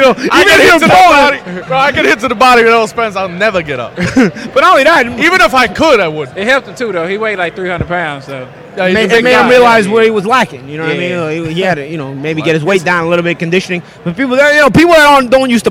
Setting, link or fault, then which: setting, busy venue